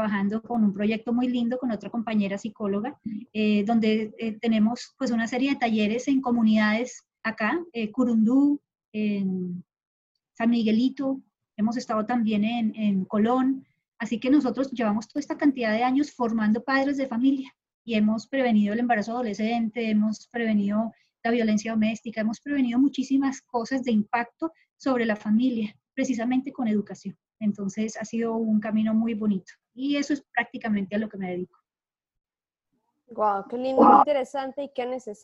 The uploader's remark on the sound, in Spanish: Acostumbrándonos todavía poco a poco a grabar reuniones online (disculpen los sonidos raros)